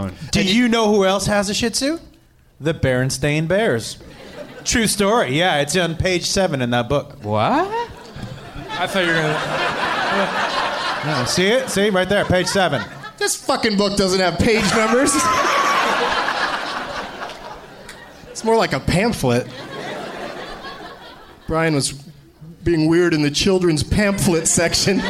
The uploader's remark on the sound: Live from the Funny Bone in Columbus, OH